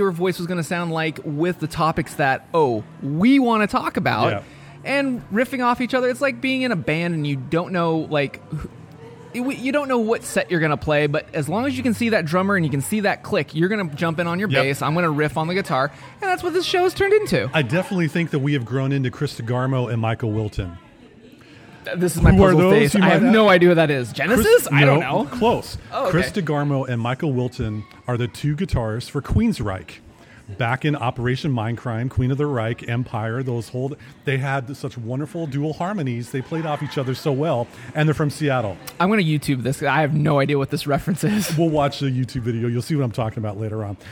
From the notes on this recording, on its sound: Recorded LIVE in the Dori's Coffee.